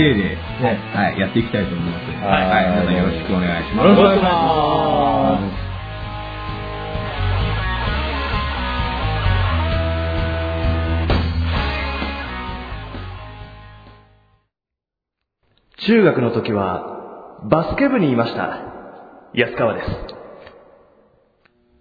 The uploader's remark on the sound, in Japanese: 収録時間が長かった為、音質をいつもより落としてあります。聞き取りにくいかもしれませんが、ご了承ください。